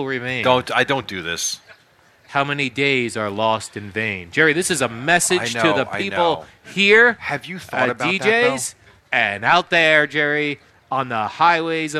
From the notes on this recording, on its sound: Live from D'Jais in Belmar